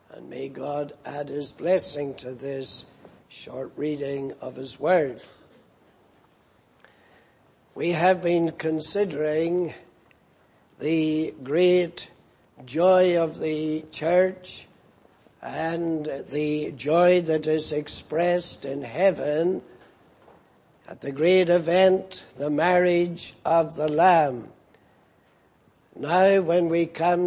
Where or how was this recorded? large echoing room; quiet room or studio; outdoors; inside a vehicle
large echoing room